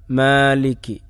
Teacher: തഖ്ലീൽ എന്ന് പറഞ്ഞാൽ അലിഫാക്കാതെയും അതുപോലെ തന്നെ ഇമാലത്ത് ആക്കാതെയും ഉച്ചരിക്കുക, രണ്ടിൻ്റെയും ഇടയിലുള്ള എന്ന് പറഞ്ഞ ഉച്ചാരണം. അപ്പോൾ ഉദാഹരണം പറയുകയാണെങ്കിൽ മാലിക് യൗമിദ്ദീൻ, അവിടെ അലിഫാണ് ഉച്ചരിക്കേണ്ടത്, ഫത്ഹ് ആയിട്ടാണ് ഉച്ചരിക്കേണ്ടത്, ഫത്ഹ് എന്നതിന് പറയാം.